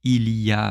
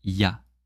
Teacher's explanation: often we don't say il y a, but we say ya